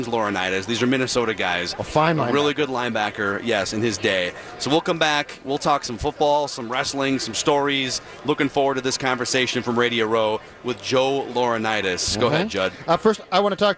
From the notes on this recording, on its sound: Live from Radio Row all week.